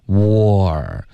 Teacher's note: 然后注意你的嘴唇会慢慢的分开，导致一个滑动。